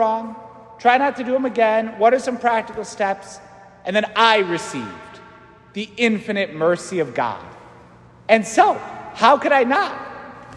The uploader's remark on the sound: St Francis Catholic parish homily